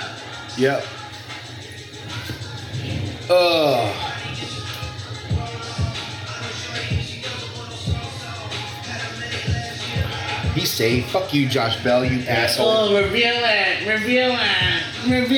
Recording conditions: busy venue